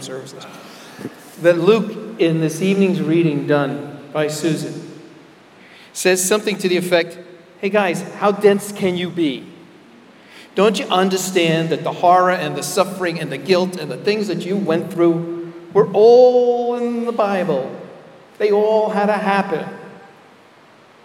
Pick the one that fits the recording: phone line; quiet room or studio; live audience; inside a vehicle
live audience